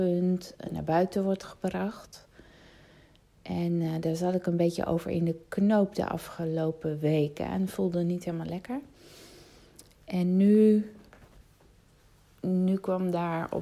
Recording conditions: phone or laptop microphone